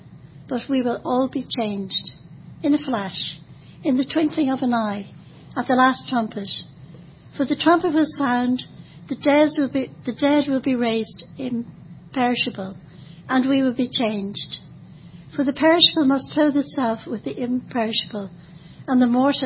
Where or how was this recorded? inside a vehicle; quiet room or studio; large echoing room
large echoing room